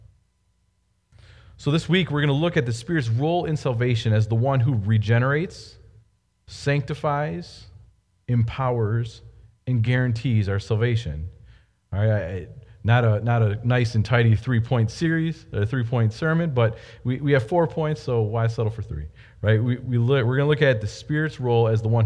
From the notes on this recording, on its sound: Delivered Sunday, May 3, 2020 at Woodridge Community Church (New Berlin, WI).